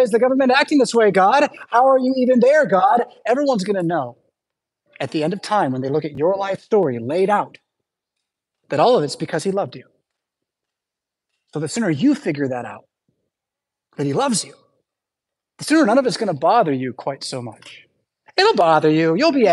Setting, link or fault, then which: setting, large echoing room